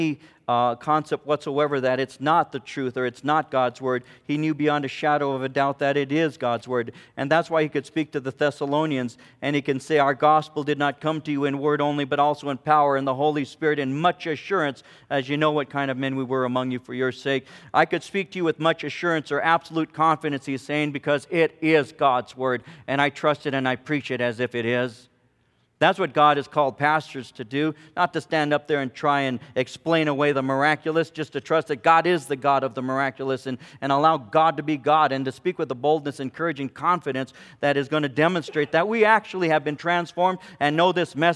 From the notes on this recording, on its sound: From the 2005 Southwest Men's Conference, Godly Living in Perilous Times.